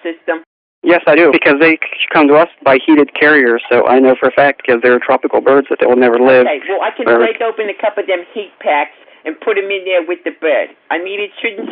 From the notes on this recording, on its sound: Prank Phone Calls